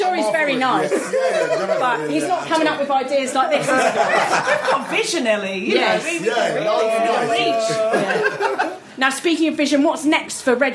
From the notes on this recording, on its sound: This podcast was recorded live at Camp Bestival, where we did a Scummy Mummies show.